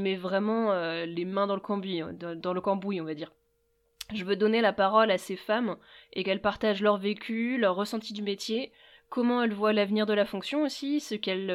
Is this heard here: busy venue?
no